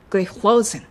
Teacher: その後ろのグリフロジンのところは、ローのところのアクセントですね